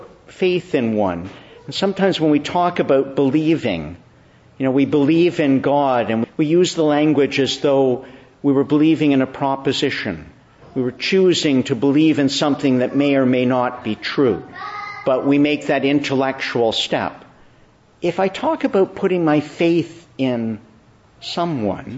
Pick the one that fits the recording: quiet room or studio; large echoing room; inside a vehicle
large echoing room